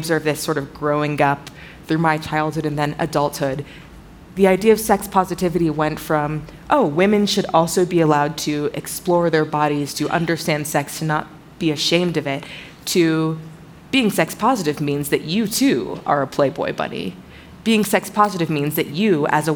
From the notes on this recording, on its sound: In this panel from the 2023 Aspen Ideas Festival. Moderates the conversation and carefully chooses questions from the audience.